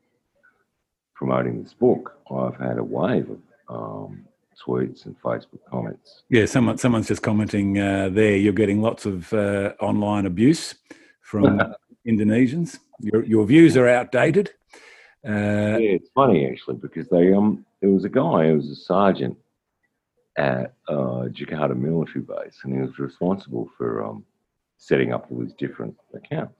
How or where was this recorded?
video call